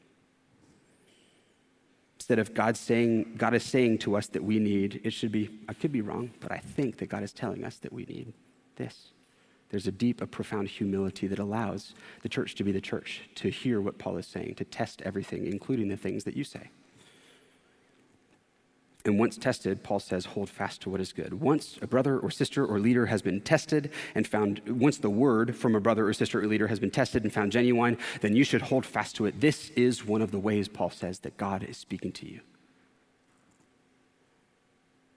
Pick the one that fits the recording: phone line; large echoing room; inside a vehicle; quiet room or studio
large echoing room